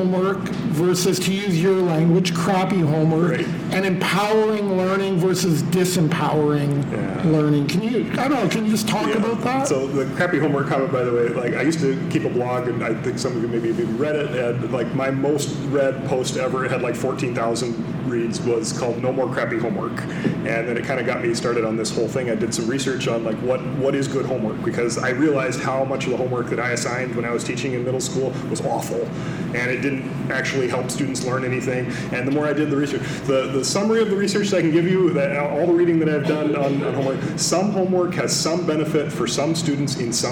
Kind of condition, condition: setting, large echoing room